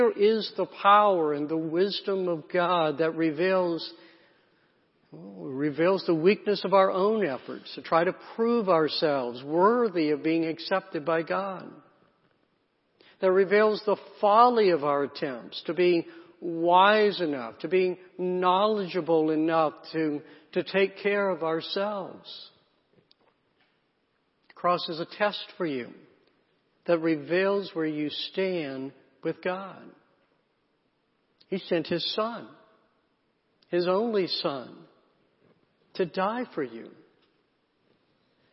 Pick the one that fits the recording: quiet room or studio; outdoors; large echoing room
large echoing room